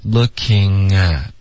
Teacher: Looking at 是一个 ng 的连读，而不是一个 ye 的连读